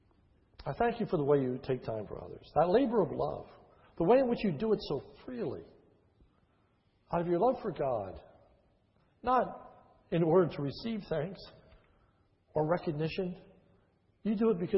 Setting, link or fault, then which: setting, large echoing room